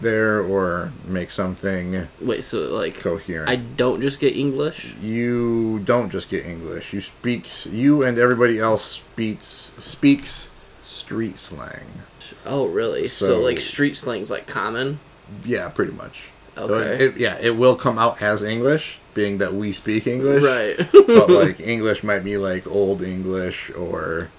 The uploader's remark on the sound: Finally the last of our party who suffered critical computer failure during initial recording joins us! Please excuse the extra noises in this one as we were sharing space and a mic.